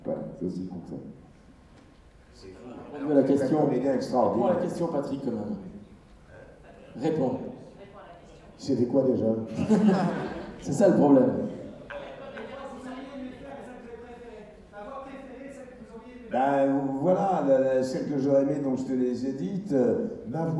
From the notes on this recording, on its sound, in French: Conférence TGS Springbreak 2017. Le panel des acteurs dont on connait plus la voix que le visage.